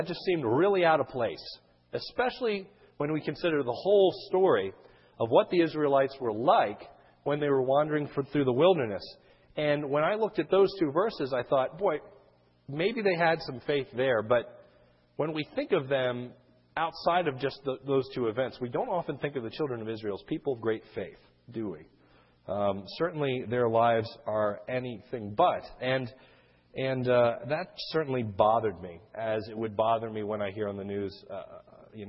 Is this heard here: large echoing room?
yes